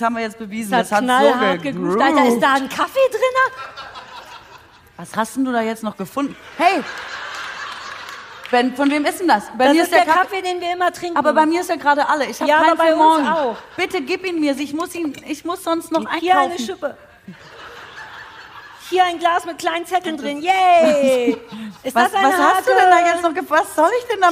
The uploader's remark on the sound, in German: Live und nachträglich live für die Ohren. Unser sensationelles Vorort-Publikum hatte schon Unnützes gestapelt, soweit die Bühne reichte. Blockflötensolo Weihnachtsedition mit Publikumschor war auch sehr groß!